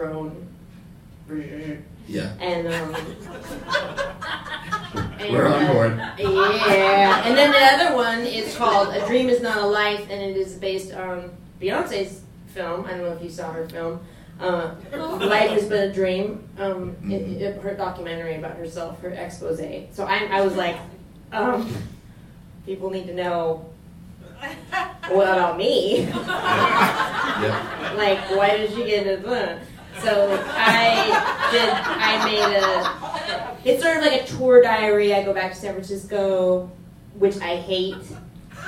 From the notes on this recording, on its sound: A gigantic live show at Brooklyn’s Union Hall.